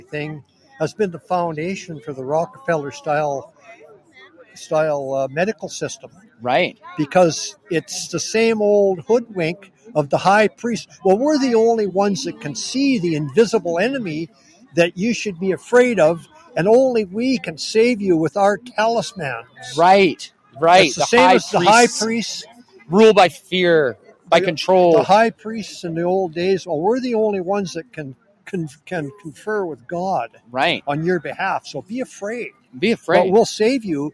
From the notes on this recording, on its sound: Live From the BIG SKIS. Broadcasting the People Live from the visitor center of 100 Mile Horse!